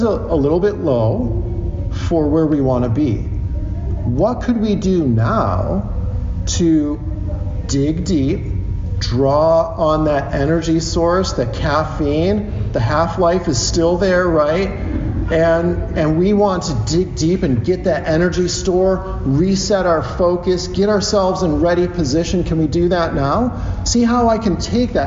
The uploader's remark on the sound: From his talk at the 2023 SCL Conference in Dallas, TX